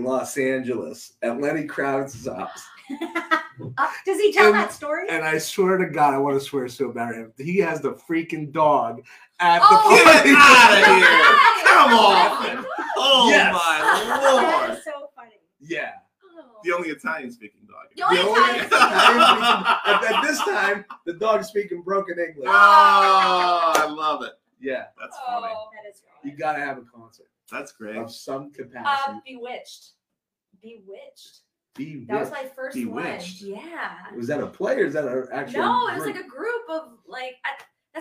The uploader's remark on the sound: The DOYO Live Marketing Show Presented by Lift Marketing. Live from Stone Fruit Coffee Company in Poland, Ohio.